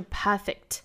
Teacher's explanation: Perfect 这个单词单独读呢，应该是 perfect，也就是里面的 k 本来就不爆破出来了